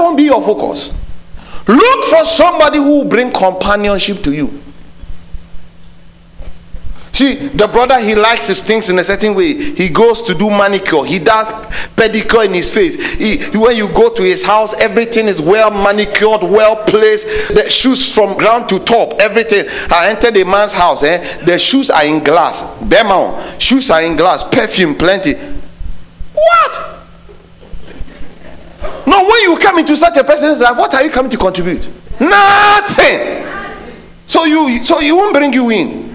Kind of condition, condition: setting, large echoing room